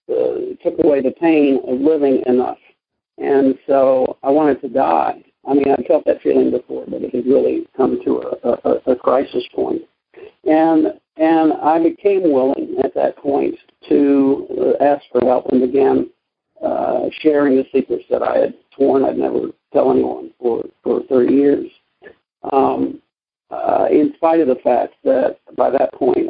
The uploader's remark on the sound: Monday Noon Phone Speakers Series